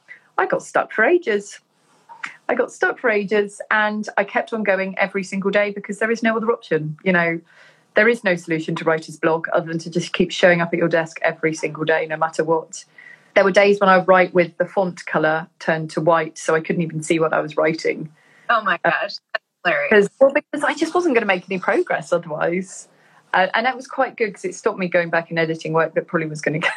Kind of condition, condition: link, video call